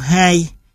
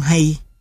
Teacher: A trong hai dài hơn A trong hay · Term: độ dài